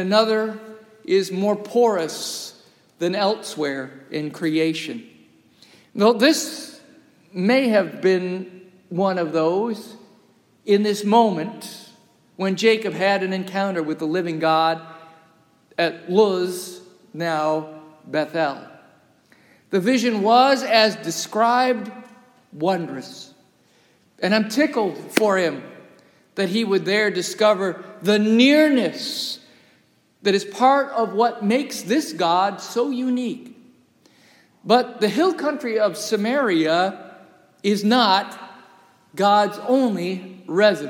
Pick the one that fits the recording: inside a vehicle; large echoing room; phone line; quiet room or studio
large echoing room